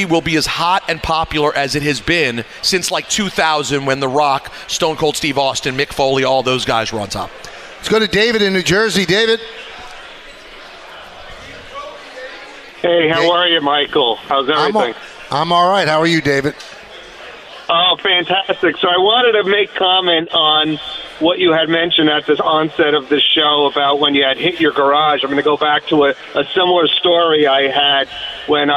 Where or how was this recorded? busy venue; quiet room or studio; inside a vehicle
busy venue